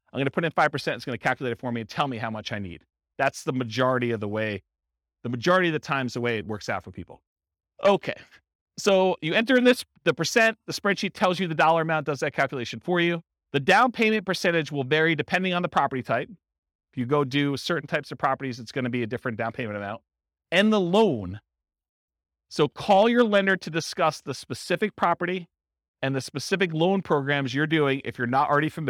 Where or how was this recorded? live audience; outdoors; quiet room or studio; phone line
live audience